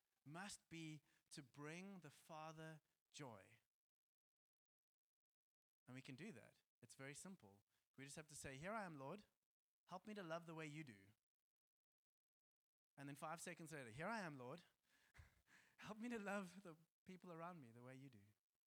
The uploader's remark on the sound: Joshua Generation Church Milnerton congregation